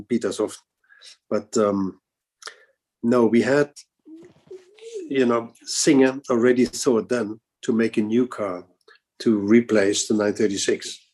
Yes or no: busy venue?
no